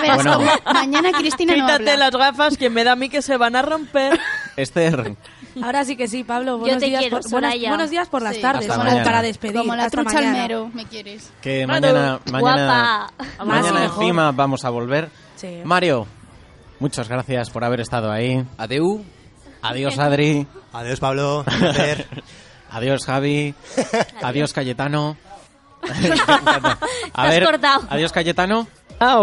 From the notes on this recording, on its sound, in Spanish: UNERADIO celebra su primer cumpleaños en el Día de la Universidad. Desplazamos nuestro estudio hasta la Campa de la Magdalena, donde realizamos un programa especial en directo. En él seguimos de cerca las actividades que se celebran y hablamos con alumnos, profesores y el resto de miembros de la comunidad universitaria de UNEATLANTICO.